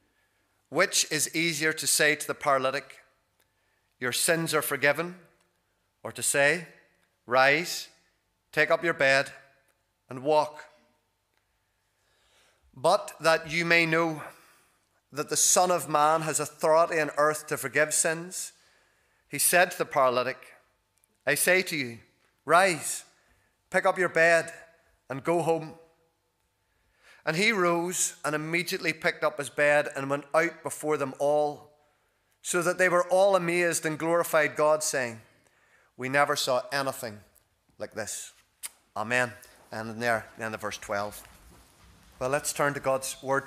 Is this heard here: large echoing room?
yes